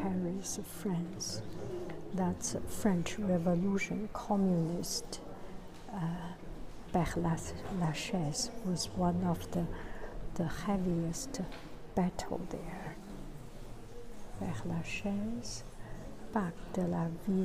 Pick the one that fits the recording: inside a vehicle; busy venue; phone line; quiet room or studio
busy venue